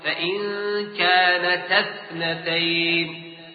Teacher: بحذف ألف المد من كانتا عند الوصل